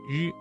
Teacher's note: 舌尖卷起接近硬腭前部，但不完全阻塞气流